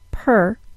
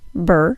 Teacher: If we compare the BR cluster to the PR cluster, that's br compared to per, we'll notice that the puff of air that happens with the R sound is bigger for the PR cluster than the puff of air for the BR cluster. This is one of the main differences in voiced-unvoiced stops.